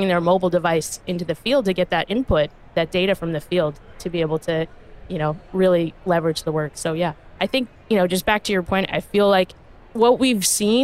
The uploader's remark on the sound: Recorded live from the show floor at Autodesk University 2022.